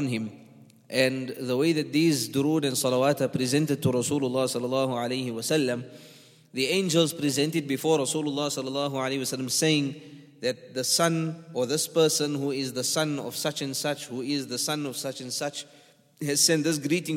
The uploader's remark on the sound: at the Houghton Masjid (West Street)